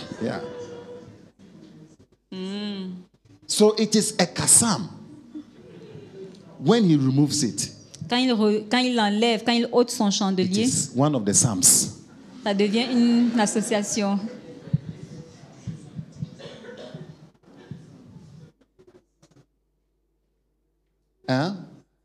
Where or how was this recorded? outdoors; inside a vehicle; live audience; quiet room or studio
live audience